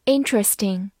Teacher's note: 注意重音放在第一个音上，不要读成 interesting，interesting。此外，它还可以做一个名词，表示利益、好处或者利